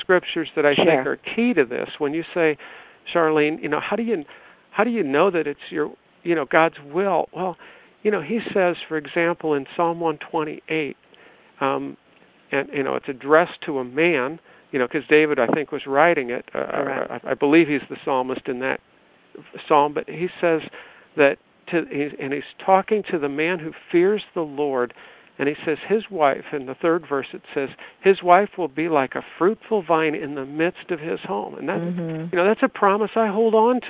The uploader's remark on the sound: AUGUST 28, 2011 CONFERENCE CALL